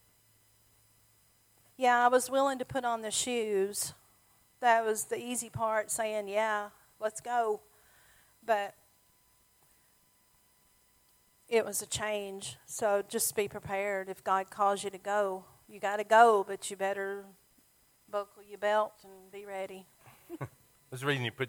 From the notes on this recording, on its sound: Sermon audio from our Mother's Day service.